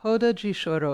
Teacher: it's called a roda de choro, and the R is pronounced as an H